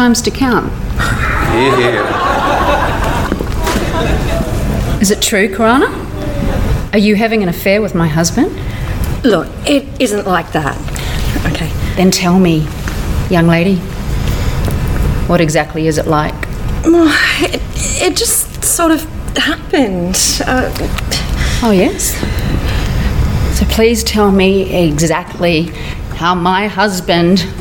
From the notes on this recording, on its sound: This 2018 Christmas special was recorded in front of a live audience.